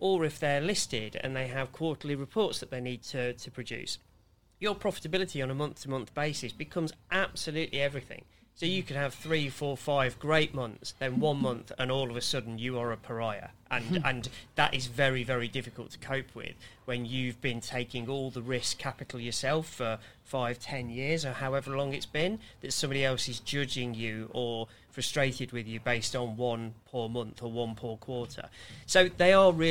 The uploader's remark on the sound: The Exit Plan Live Recording. A live conversation taped at the Riding House Cafe in Fitzrovia.